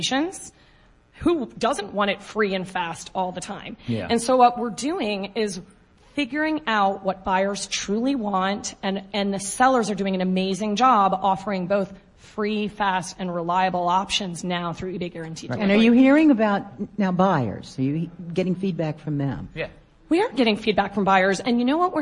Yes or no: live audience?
yes